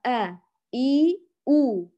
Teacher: الحركات العربية الفصحى الثلاث الفتح والكسر والضم هذه أصواتها آ إي أو